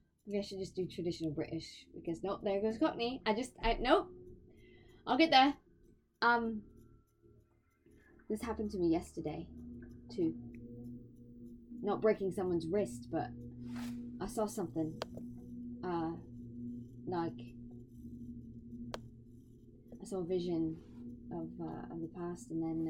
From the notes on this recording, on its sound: I accidentally used the computer mic instead of the desk mic. Sorry about the uneven vocals!